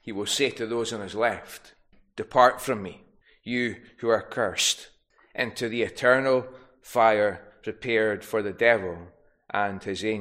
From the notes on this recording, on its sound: recorded at North Harris Free Church on the evening of Sunday, 4th June 2023